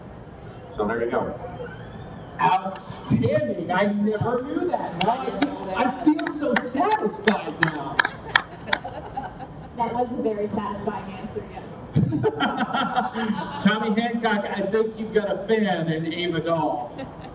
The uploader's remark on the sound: Live From Geekonomicon 2015. The team is all LIVE in the same room for the first time in our broadcast history!